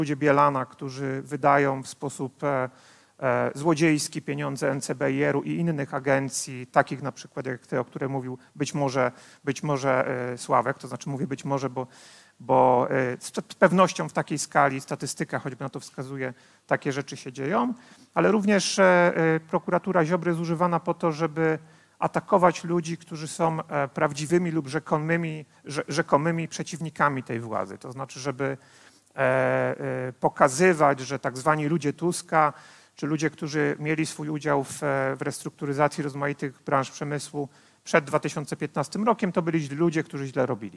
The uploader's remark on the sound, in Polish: Odcinek jest nagraniem wystąpienia z Weekendu Kapitalizmu - trzech dni celebracji wolności, niezależności i dobrego biznesu; prelekcji, debat i pokazów filmowych. Widzieliśmy się 24-26 marca w warszawskim Teatrze Palladium.